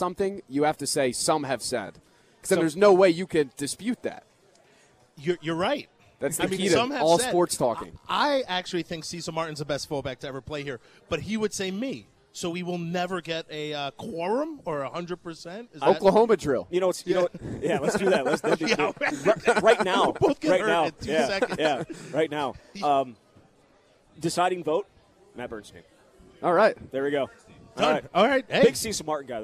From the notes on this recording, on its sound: live at Monk's in Sun Prairie